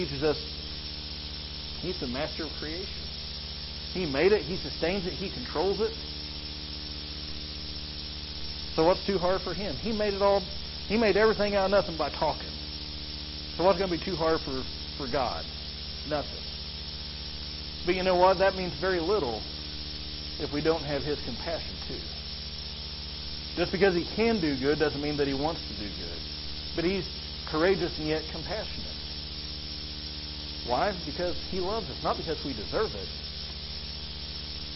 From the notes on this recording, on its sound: sorry for the audio quality